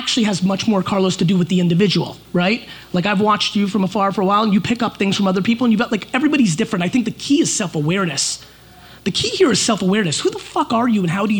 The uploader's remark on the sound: A Fireside Chat At SXSW